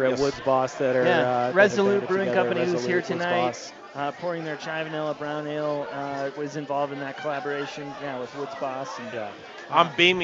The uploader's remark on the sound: Live from Intrepid Sojourner Beer Project in Denver for their 2nd annual Gingerbread Invitational!